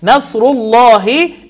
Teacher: نصر والره مفخمة طبعا لأنها مضمومة. نصر الله، اللام من اسم الجلالة في الله مفخمة لأن قبلها مضموم